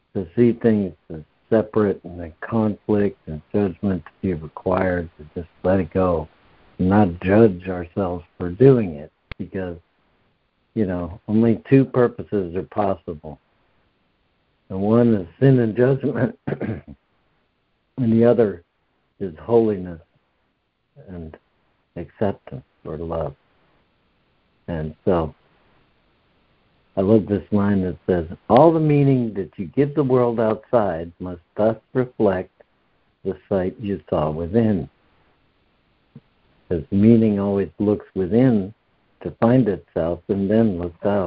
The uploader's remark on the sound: ACIM Daily Conference Call